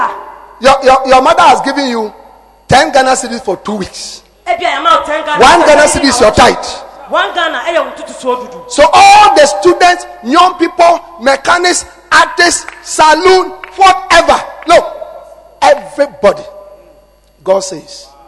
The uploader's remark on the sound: Preached at The Anagkazo Assemblies Cathedral